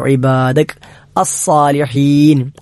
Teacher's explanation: ഇബാദക അസ്സാലിഹീൻ, അവിടെ രണ്ടക്ഷരങ്ങൾ, സാദി എന്ന അക്ഷരം, സാദി എന്നത് നമ്മുടെ വായ നിറച്ചുച്ചരിക്കണം, പല്ല് കടിച്ചു പിടിക്കുന്നതോടൊപ്പം വായ നിറച്ചുച്ചരിക്കേണ്ട അക്ഷരമാണ്. സീൻ എന്നത് നമ്മൾ പരത്തി ഉച്ചരിക്കുന്ന, ഇംഗ്ലീഷിനും മലയാളത്തിനും സമാനമായ സ എസ് എന്നീ അക്ഷരങ്ങൾ സീന് സമാനമായിട്ടുണ്ട്, പക്ഷേ സ എന്ന സാദ് എന്ന അക്ഷരത്തിന് സമാനമായി ഇംഗ്ലീഷിലോ മലയാളത്തിലോ ഇല്ല.